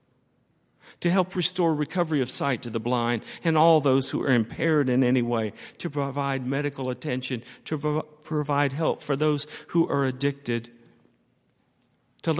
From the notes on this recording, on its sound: on Sunday, January 27, 2013, at Highland Baptist Church.